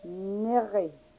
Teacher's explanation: R, which is a gargling sound. It's a dotted G.